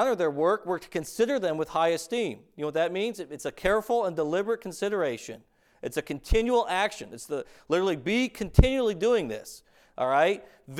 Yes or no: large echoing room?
yes